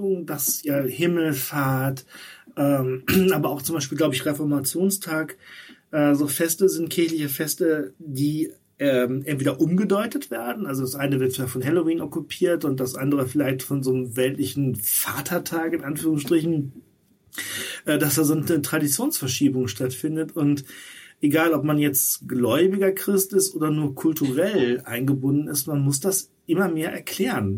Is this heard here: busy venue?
no